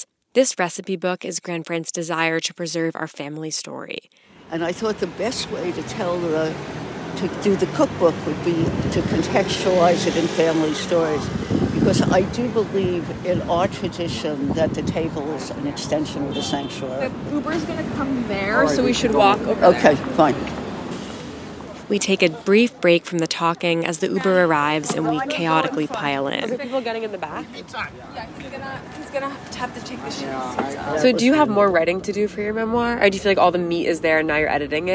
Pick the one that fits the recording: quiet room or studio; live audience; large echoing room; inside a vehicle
inside a vehicle